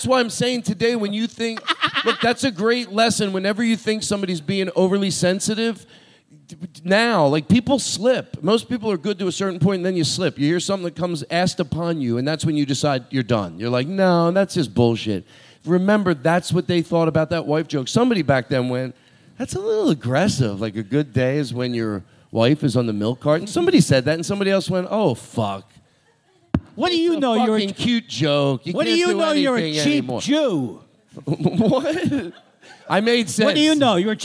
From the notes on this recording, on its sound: This episode is LIVE from JFL NorthWest